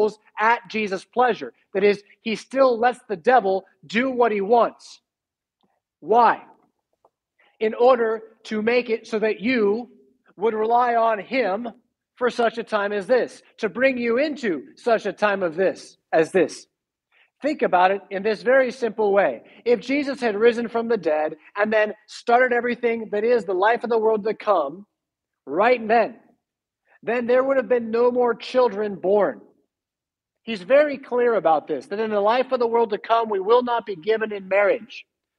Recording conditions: large echoing room